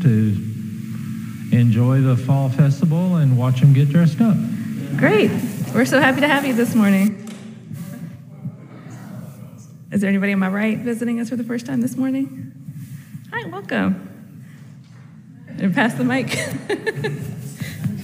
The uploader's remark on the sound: The specific reading of names of those who've died in the last year has been cut from this particular audio. However, you will hear our tribute to those we've lost, along with a call-and-response from minister to congregation. You'll hear our typical Sunday service introductions, visitors checking. Bits of merriment in anticipation of a Fall Festival just about to unfold after the grown-ups emerge from the sanctuary.